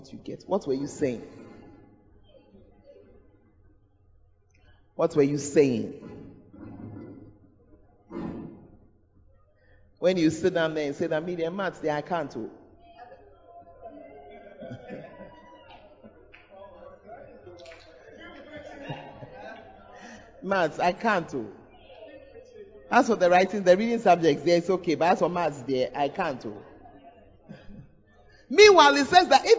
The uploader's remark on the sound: Preached at the Tuesday Service